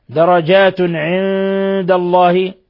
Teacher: درجات عند الله تنوين ضم جاء بعده العين إظهار حلقي ثم نون ساكنة جاء بعدها الدال إخفاء حقيقي